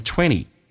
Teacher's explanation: 同时那个 20组合经常 T 不用发音